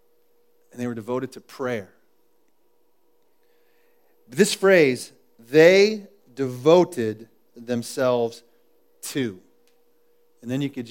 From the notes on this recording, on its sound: was recorded at The Calling Community Church on July 13, 2014 in Platte City, Missouri